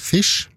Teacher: på engelsk så har det i senmiddelalder en gang gått over til sh-lyd, det som skrives sh.